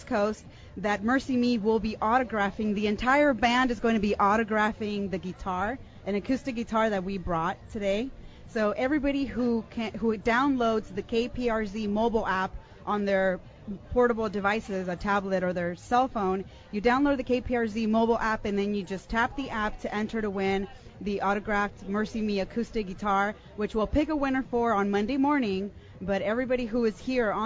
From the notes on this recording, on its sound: At the San Diego County Fair for Spirit West Coast! The K-Praise staff met listeners and gave away prizes.